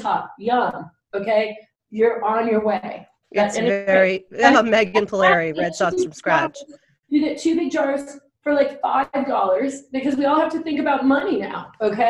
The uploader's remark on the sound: This is a live, intimate talk that touches on our current times, and beyond.